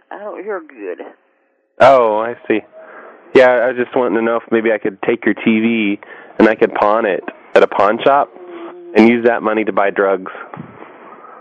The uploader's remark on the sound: Prank Phone Calls